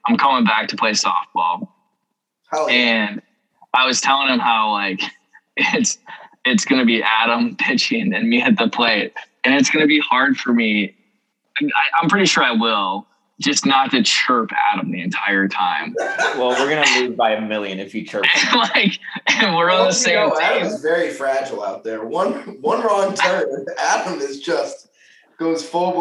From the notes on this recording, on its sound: The whole gang is back via zoom